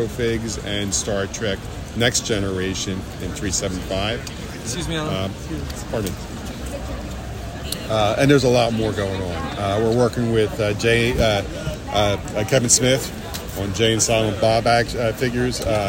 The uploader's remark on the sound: Roaming the San Diego Convention Floor, taking in the sights and sounds of SDCC 2023. The Convention Collective is attending San Diego Comic-Con officially this year as press.